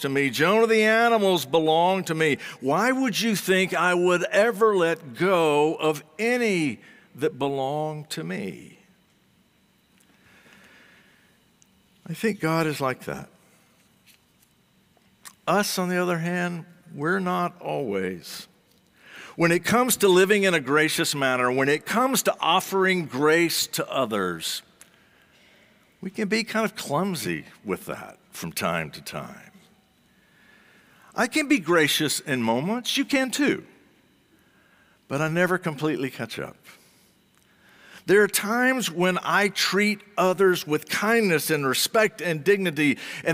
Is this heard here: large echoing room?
yes